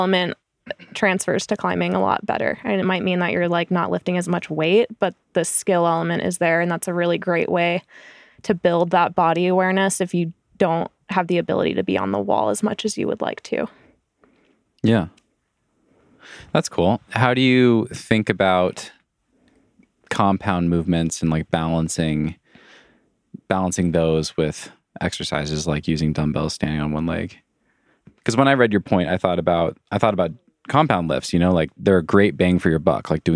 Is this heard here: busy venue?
no